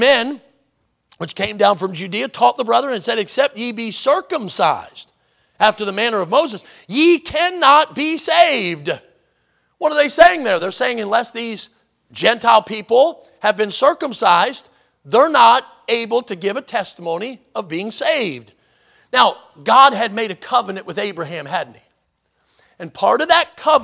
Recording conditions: large echoing room